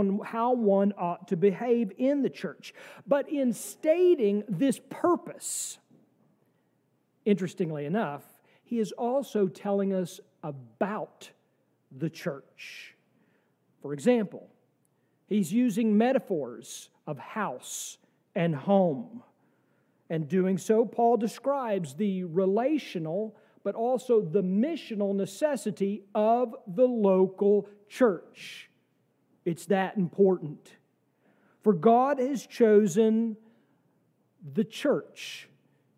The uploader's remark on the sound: from our service on December 31, 2023